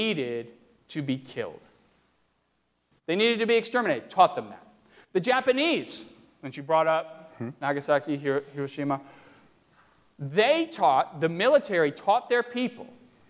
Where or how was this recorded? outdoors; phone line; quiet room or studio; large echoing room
large echoing room